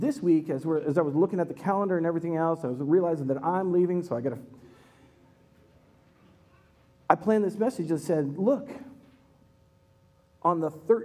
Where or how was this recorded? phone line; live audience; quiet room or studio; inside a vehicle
live audience